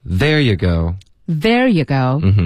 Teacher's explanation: There yougo，本来是 There yougo，那 you 呢，我们就弱读为 yeah。就 OK 了。There you go. There you go.OK，然后大家要注意我们的元语调，我们的重音是 there。